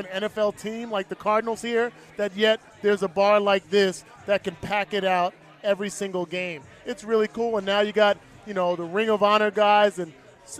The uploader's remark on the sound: This week Arrowhead Pride radio was live from Super Bowl LVII in Arizona.